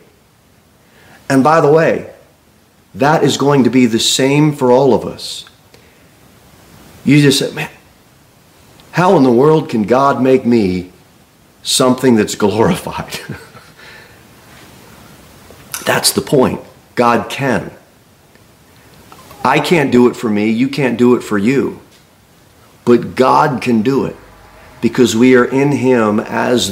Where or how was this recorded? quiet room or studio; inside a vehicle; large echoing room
large echoing room